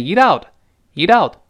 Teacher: 这个连读加浊化特别明显